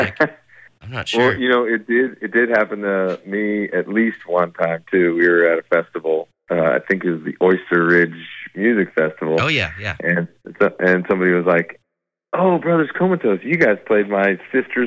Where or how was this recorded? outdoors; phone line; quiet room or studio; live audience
phone line